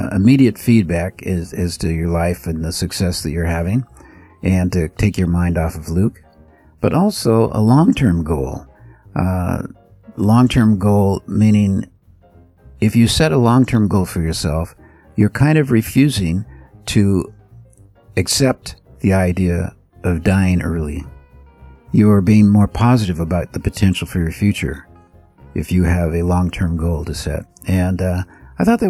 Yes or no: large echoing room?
no